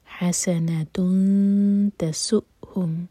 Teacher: اس کے بعد جب اخفاء کریں تو ہوٹوں کو پھیلا کر حسنة تسؤهم حمزہ پر کٹ آف ساؤنڈ حمزہ پر سکون جو ہے